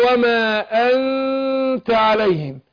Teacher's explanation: انا بخفي النون في نفسها وبعدين اجيب التاء مع الغن حركتين · Term: الاخفاء